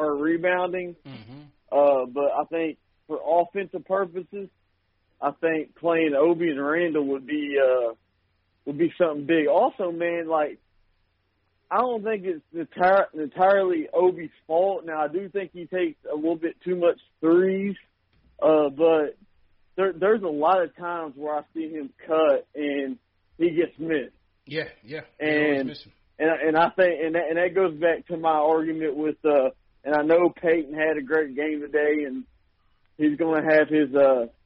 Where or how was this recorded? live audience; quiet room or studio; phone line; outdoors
phone line